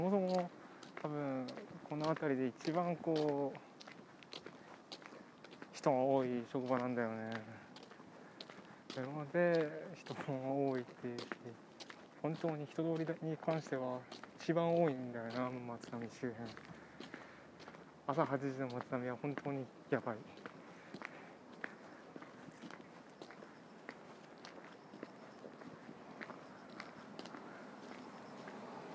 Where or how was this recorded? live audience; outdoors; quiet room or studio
outdoors